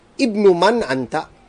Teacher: Now when we go to number 6, we find the word ibnun is not preceded by a word. There is no word written before the word ibnun. So we will pronounce the hamza.